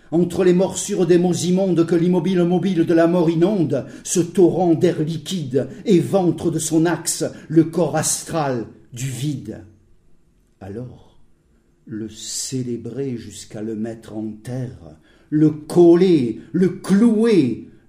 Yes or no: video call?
no